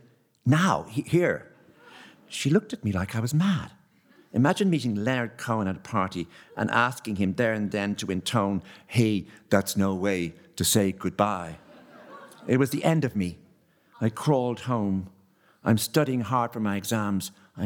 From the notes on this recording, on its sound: Delivered his first annual lecture on 6th November 2022 in Town Hall Theatre Galway. We are delighted to be able to share a recording of this extraordinary evening.